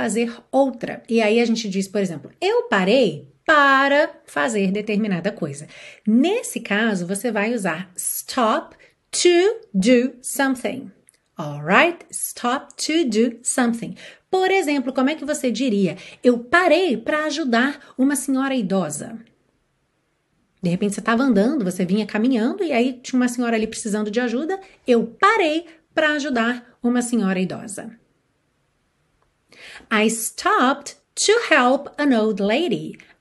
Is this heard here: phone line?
no